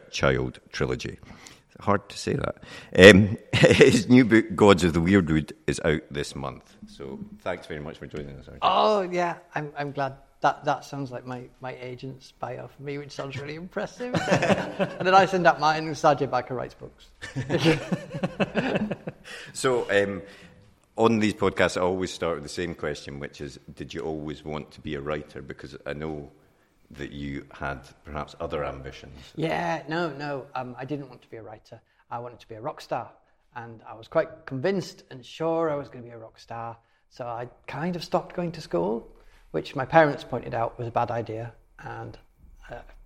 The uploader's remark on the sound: This episode was recorded live at Cymera Festival in Edinburgh.